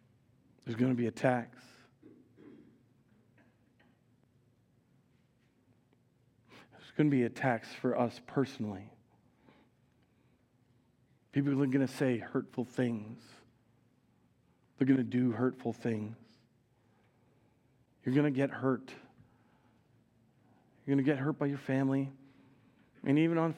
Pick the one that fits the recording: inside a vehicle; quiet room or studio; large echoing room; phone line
large echoing room